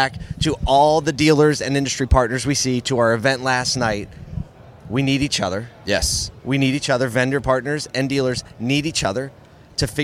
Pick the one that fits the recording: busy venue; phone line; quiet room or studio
busy venue